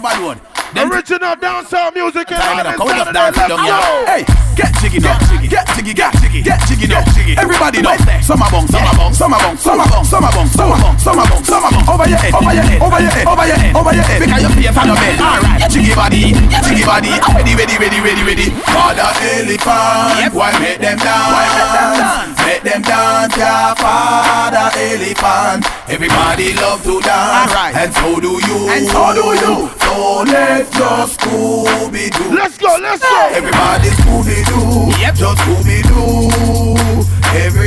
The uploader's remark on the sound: Live party audio! Live at Island Saturdays.